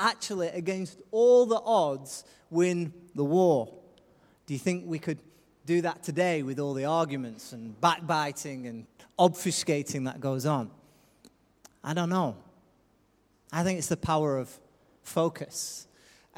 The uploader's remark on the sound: Recorded live at Life Church.